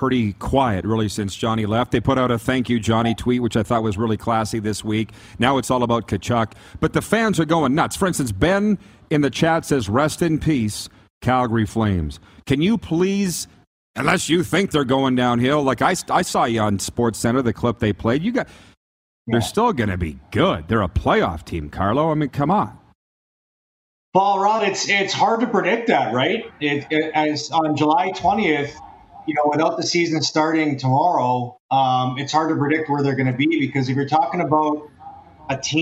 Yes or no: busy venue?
yes